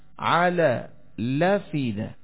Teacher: سورة الاسراء 34 اسی طرح التي تطلع على الافئده، على الاف لام ساکن ہے، صحیح ساکن ہے، حمزہ متحرک، على الافئده حمزہ گر گیا اور اس کی حرکت ہم نے لام کو دے دی